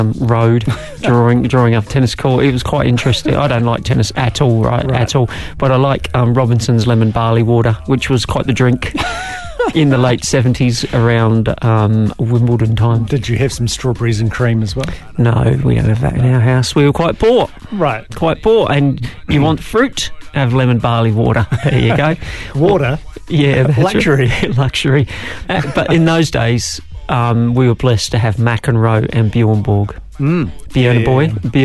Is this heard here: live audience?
no